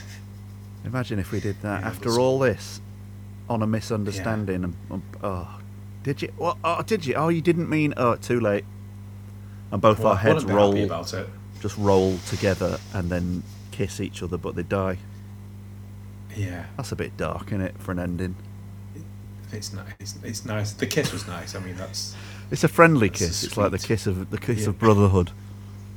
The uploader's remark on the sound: I'll level with you, the audio in this could be better. It's a bit hiss n hum and there are some mystery digital space noises to contend.